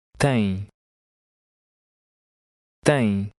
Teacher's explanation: In Portuguese, when the letter M comes last, the M itself is not pronounced. Instead, it gives the preceding vowel a nasal quality